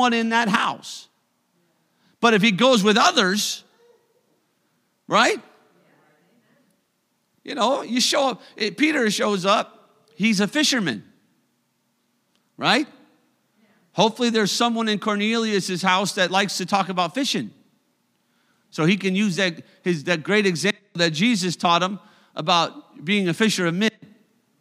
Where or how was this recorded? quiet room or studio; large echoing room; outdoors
large echoing room